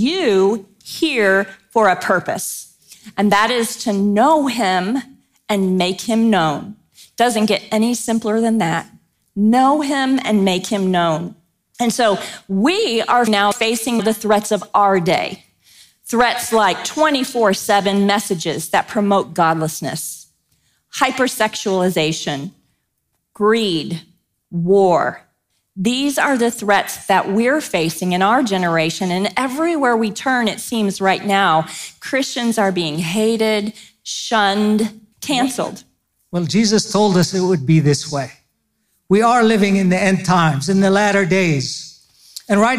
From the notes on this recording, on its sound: Don’t miss this excerpt from our recent Blue Cord Women's Conference.